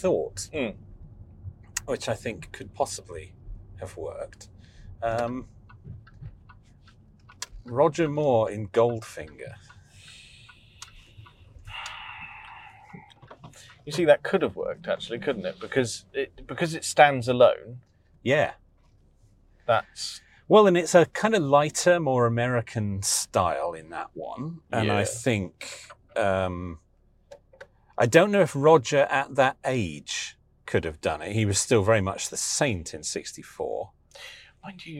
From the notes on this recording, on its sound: New car while we're out for a spin!